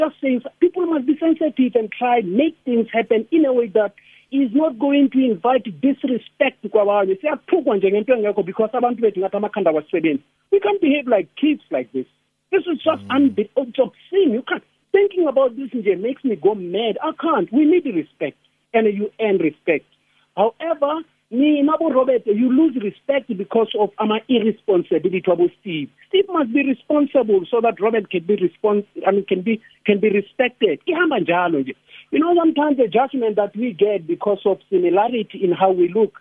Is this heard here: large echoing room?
no